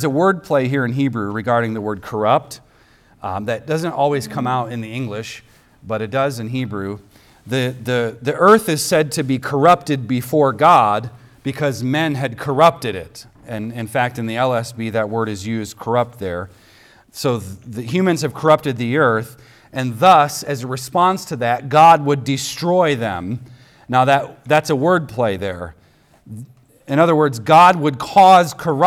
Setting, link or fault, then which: setting, large echoing room